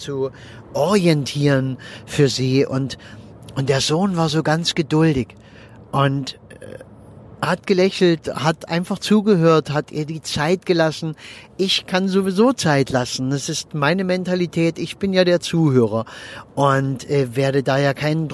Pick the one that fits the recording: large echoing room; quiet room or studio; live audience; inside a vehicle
inside a vehicle